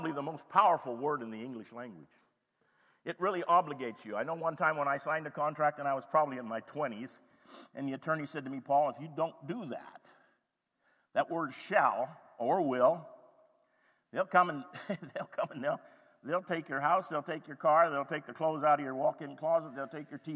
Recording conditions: large echoing room